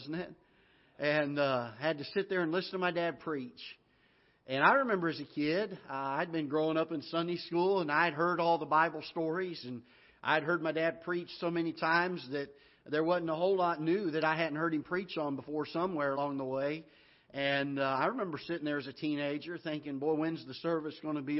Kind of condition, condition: setting, large echoing room